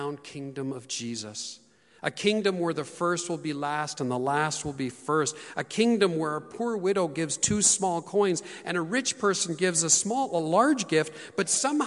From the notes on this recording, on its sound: Terwillegar Community Church's first ever live-streamed service. Happening in response to the global Covid-19 situation.